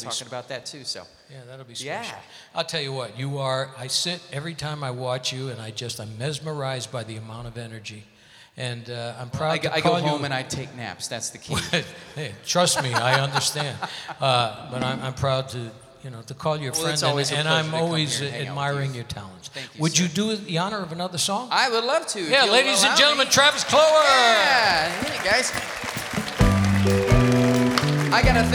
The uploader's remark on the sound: Live at the SouthPoint Casino.